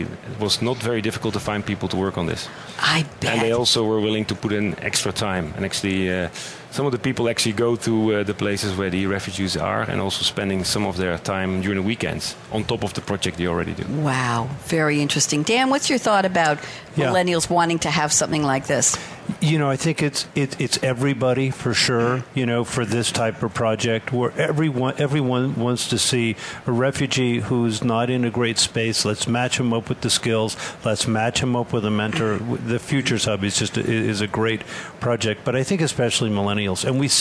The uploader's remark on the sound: Coffee Break with Game-Changers Radio was invited to broadcast live from SAPPHIRE NOW 2017